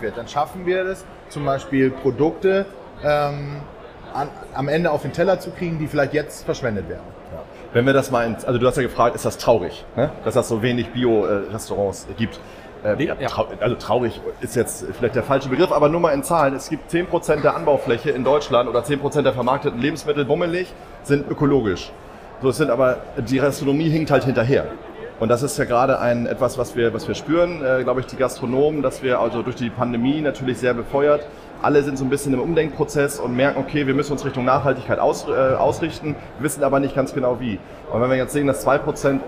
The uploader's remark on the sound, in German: LIVE von der Nord Gastro & Hotel. Erstes Live-Special von Bullshit & Käse.